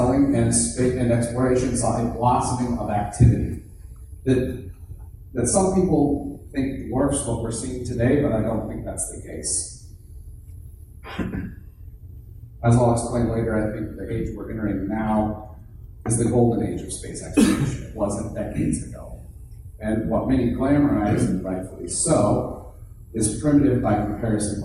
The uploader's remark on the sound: Thanks to everyone that came out to the event, it's was a lot of fun and mildly terrifying because I'm used to speaking with all of you here on the podcast and not in a live setting in front of people.